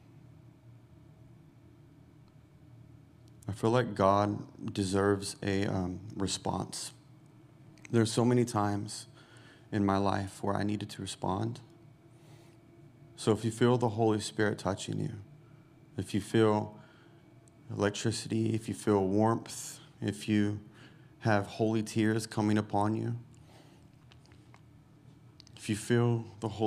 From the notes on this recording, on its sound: Recorded Sunday evening service at Reunion Hawaii